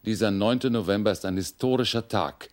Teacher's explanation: Und er ist, was sein R anbelangt, ein leidenschaftlicher Zungenroller. Ja, das vordere R war zeitweise durchaus ARD-tauglich.